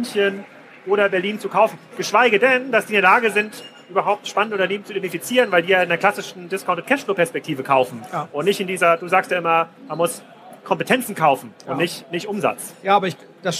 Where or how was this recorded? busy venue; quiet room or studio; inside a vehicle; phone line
busy venue